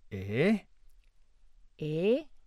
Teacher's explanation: Looking now at the contour tones, we have first a rising tone